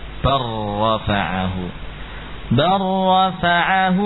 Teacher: lam pada bal bertemu ra dibaca dengan idgham